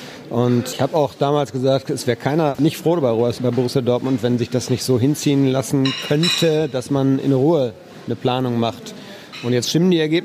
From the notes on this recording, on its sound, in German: Premiere als Ort der Aufnahme durfte das Backhaus Grobe feiern.